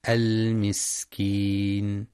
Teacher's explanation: ينتبه لبيان صفة الهمس والصفير في السين المسكين